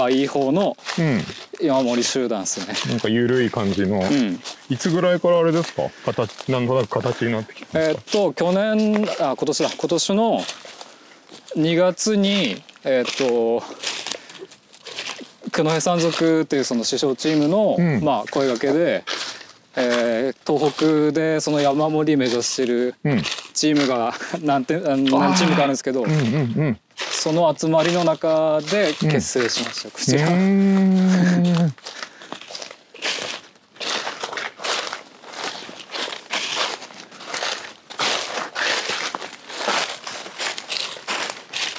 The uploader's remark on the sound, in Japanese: 森の中を歩きながらおしゃべりしました。気持ち良い秋晴れの森の中。